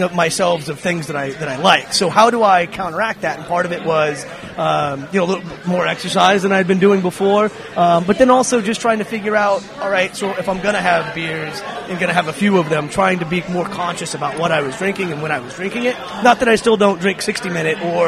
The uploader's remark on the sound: live from Martin City Brewing!